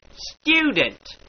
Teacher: Whene'er thou dost encounter a word like student, which hath a oo sound in it, thou must needs insert a Y before the oo. Therefore, student becometh student. · Term: J-U glide